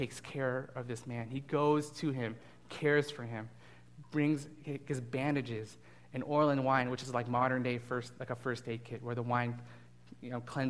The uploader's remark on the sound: delivered this message as a guest speaker at Fellowship Church of Burbank